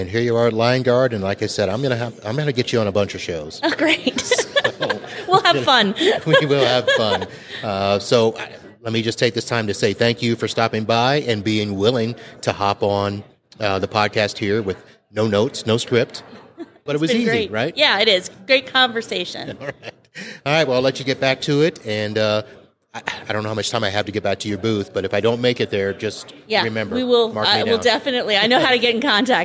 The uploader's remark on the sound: during the PAX8 Beyond 2023 conference